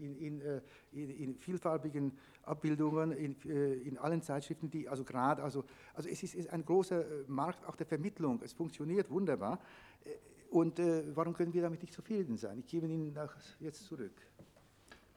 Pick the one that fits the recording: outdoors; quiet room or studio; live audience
live audience